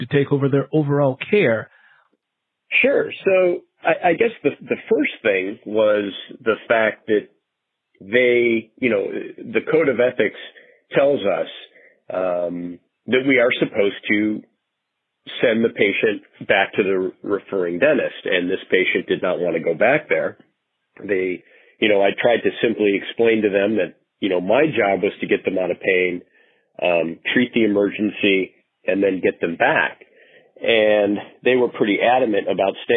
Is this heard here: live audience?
no